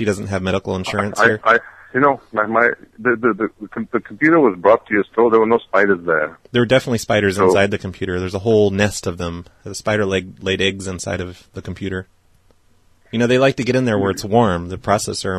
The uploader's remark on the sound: RBCP's Personal Prank Phone Calls Collection